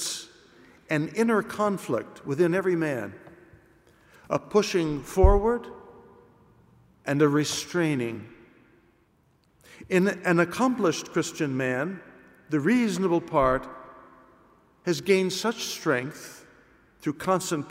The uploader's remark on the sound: It was recorded at the 12:00 PM Mass in ordinary form.